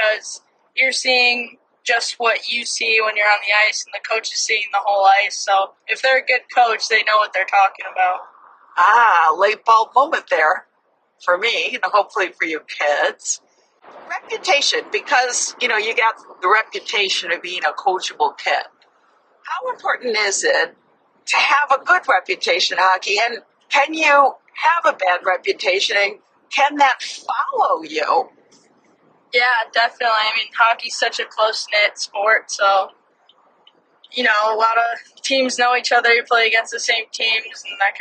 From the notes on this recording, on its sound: special road trip edition